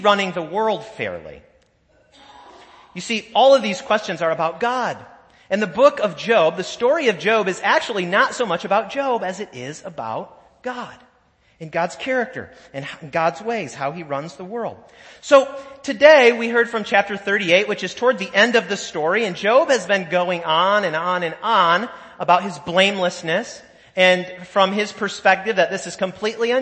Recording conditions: large echoing room